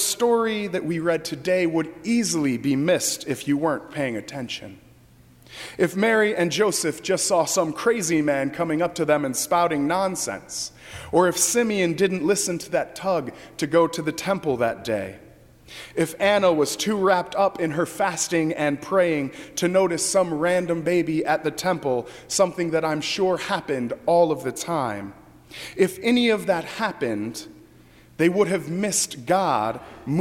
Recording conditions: large echoing room